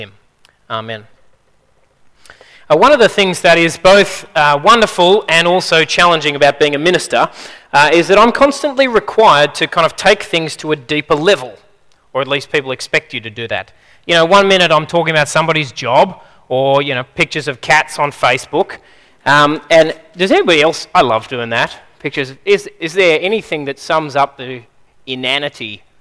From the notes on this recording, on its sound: At a Church in the Graveyard service